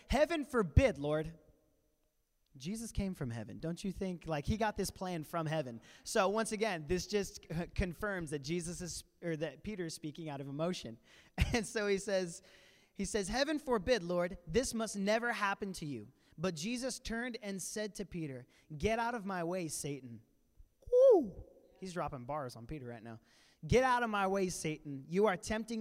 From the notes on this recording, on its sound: We sat down as a family and did a panel live at Vision Church on Easter Sunday.